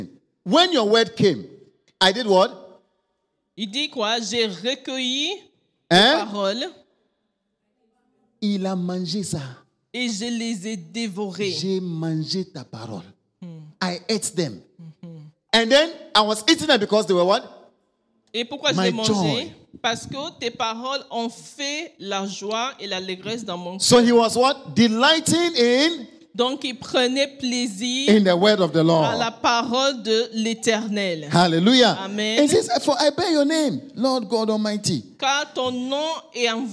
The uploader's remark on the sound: Preached during Joyful Hour Sunday Service Rabat